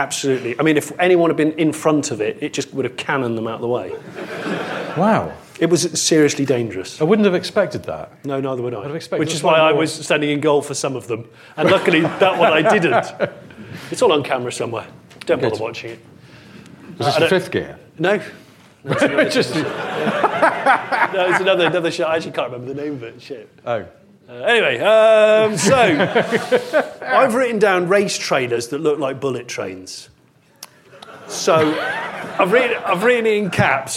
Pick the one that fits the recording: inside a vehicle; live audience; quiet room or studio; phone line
live audience